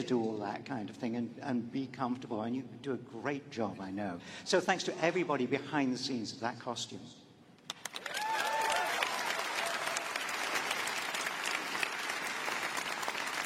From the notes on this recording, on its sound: We bring the panel from Star Wars Celebration 2023